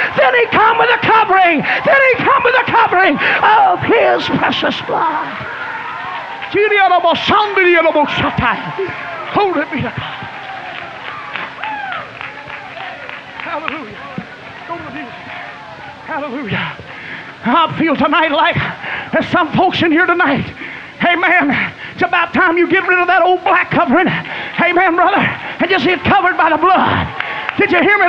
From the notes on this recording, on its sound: Was preached at Burgetown Camp Meeting in Picayune, Mississippi, on June 9, 1993.